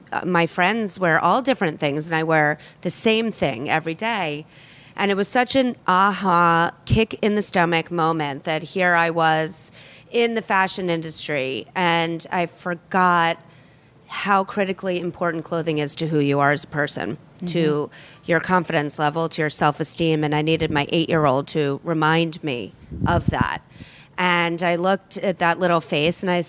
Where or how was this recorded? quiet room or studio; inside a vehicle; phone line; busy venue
busy venue